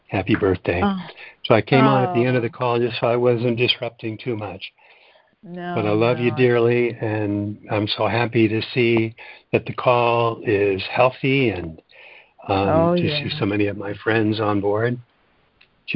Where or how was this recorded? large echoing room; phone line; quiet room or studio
phone line